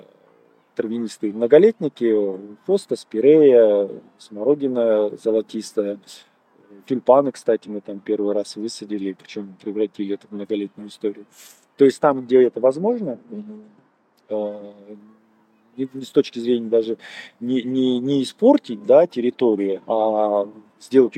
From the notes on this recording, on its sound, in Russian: Подкаст записывался в сквере Алое поле.